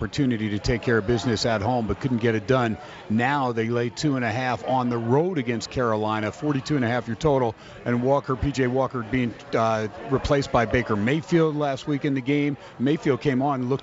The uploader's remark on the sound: "Live" from Steiner's Pub in Las Vegas